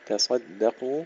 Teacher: ترقيق التاء وتفخيم الصاد